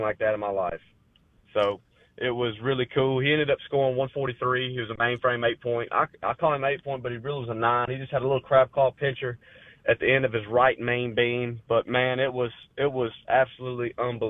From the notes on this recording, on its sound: Joins the show on the Farm Bureau guest line talking about baseball and beyond live in the BankPlus Studio.